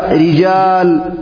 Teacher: هذه الراء لا تمنع إمالة الألف لأنها مكسورة · Term: الإمالة